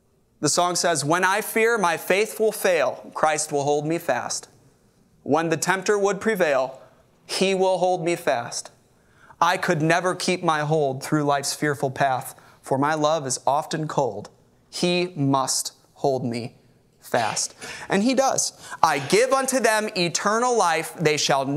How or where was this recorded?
large echoing room